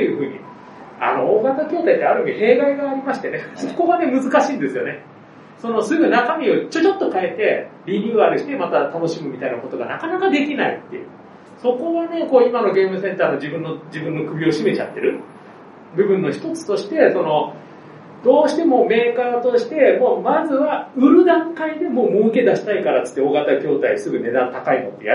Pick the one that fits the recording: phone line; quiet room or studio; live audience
live audience